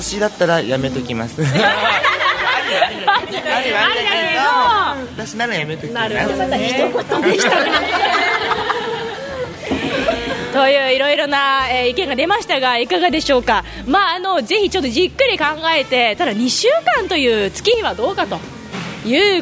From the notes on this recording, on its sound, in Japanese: 今回は新都心・DFSでの収録。